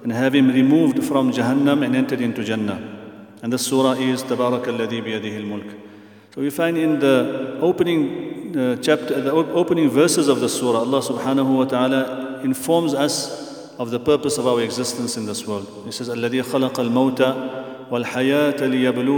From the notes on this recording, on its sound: at the Houghton Masjid (West Street)